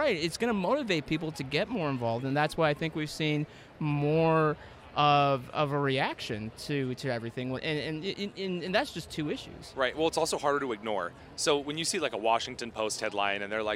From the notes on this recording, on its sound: joined me at the Turning Point Action Conference in Palm Beach, Florida